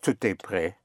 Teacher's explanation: Tout est... Well, the T, like the S, can be pushed over into the vowel